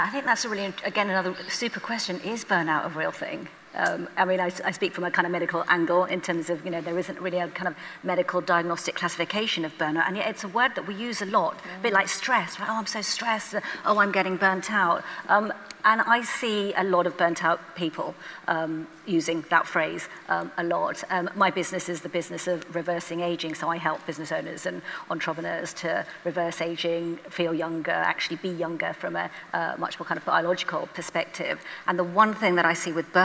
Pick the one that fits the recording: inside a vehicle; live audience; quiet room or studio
live audience